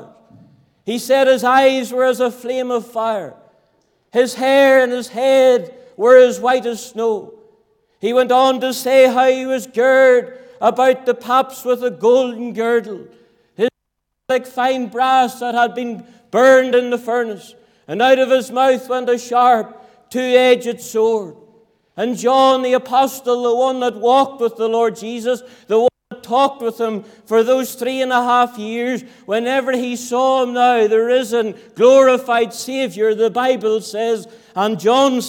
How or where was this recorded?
large echoing room